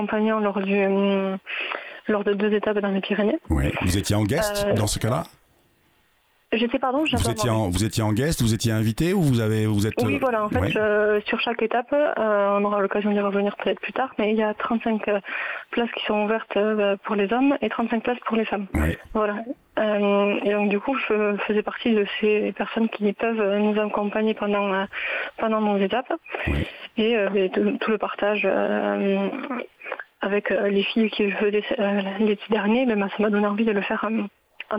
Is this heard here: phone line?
yes